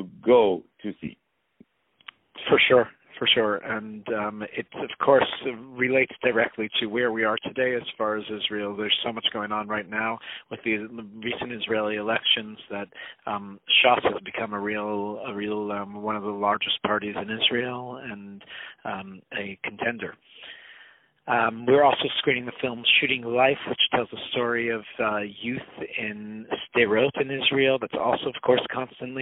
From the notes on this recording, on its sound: On the phone